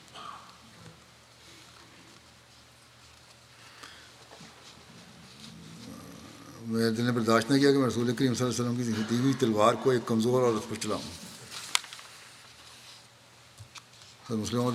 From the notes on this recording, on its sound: from Masjid Mubarak in Islamabad, Tilford, UK